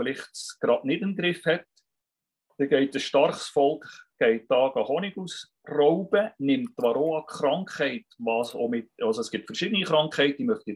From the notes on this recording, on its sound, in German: Akustische Aufzeichnung der WebKo (Zoom Meeting)